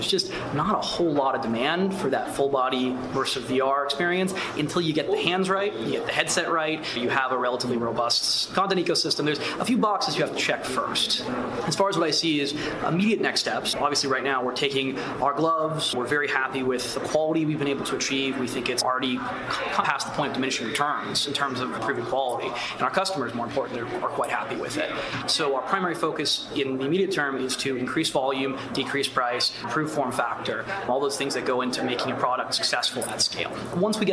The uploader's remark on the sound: Live from CES 2020 in Las Vegas!